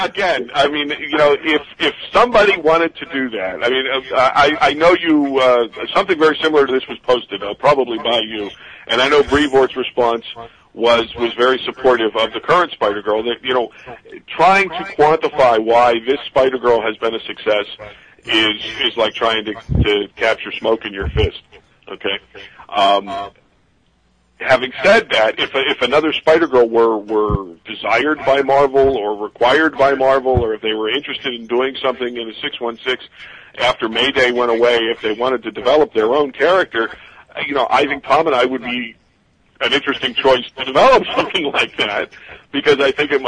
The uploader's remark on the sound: With Live Callers. We take live callers from around the world.